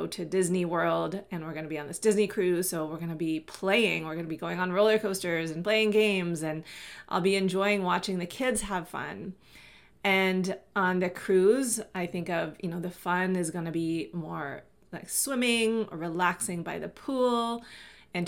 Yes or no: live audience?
no